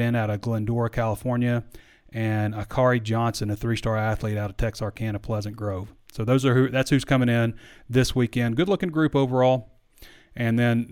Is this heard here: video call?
no